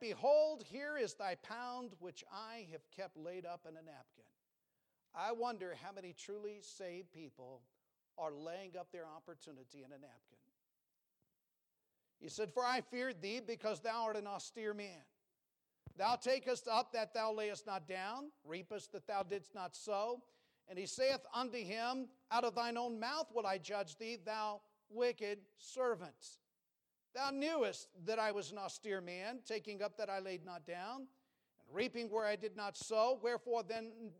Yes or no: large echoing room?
yes